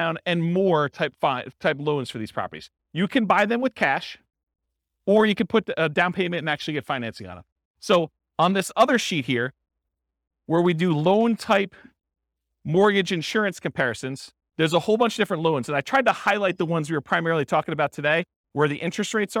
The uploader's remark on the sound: This was a live class recorded